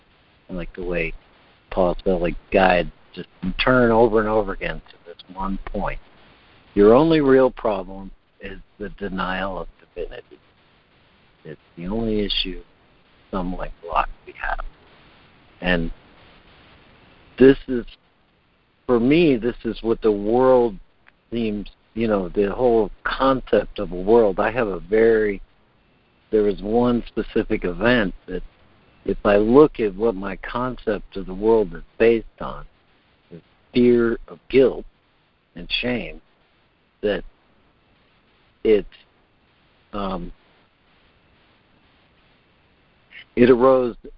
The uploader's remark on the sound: ACIM Daily Conference Call